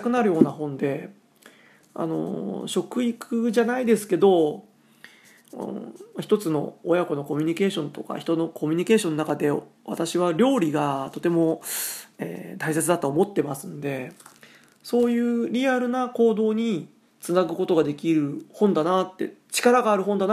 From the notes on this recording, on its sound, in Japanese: スマートフォンでの録音・編集なしの一発勝負アドリブ録音。しかも1人しゃべり。